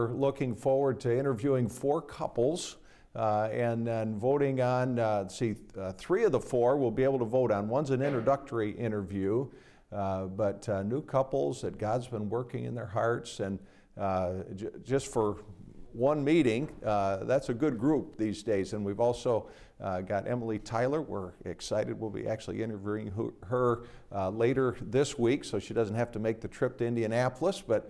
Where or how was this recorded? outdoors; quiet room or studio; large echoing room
large echoing room